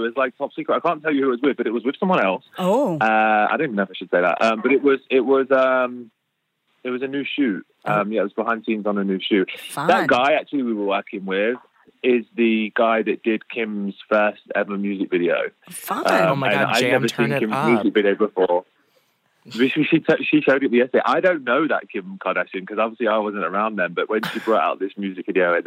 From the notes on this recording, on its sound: calls